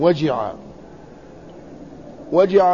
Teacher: هو بفتح الواو وبكسر الجيم